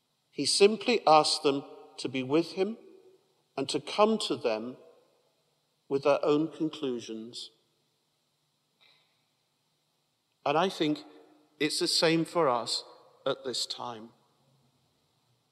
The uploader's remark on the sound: At a special Mass for carers at Newcastle Cathedral